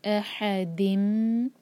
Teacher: ح حلق سے ادا کریں گے